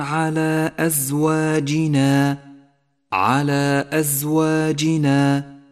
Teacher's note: اخترنا قصر هذا المد على حركتين تسهيلا على القارئ المبتدئ · Term: مدا منفصلا